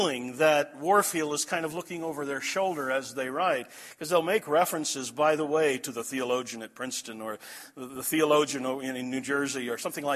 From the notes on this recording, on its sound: This message was delivered at The Clarus Conference, Desert Springs Church, Albuquerque, NM, March 9, 2012.